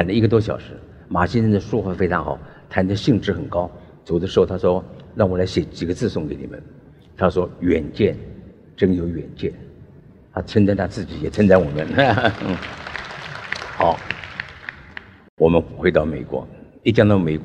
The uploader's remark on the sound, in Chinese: 本集節目取自【2023突破者知識跨年饗宴】現場錄音